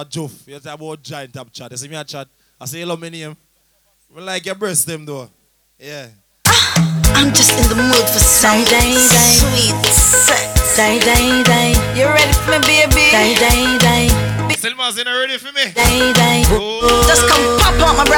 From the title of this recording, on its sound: LIVE AT (MODELS&BOTTLES)